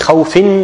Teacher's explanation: So خوف is مد لين two حركات